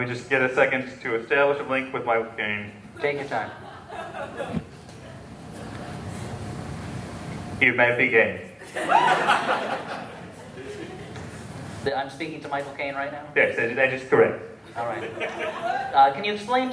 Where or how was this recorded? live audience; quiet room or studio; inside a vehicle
live audience